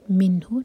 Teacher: نون پر اظہار، اس کو جھٹکا نہیں دینا. منہ، نون کو کلیئر پڑھیں گے.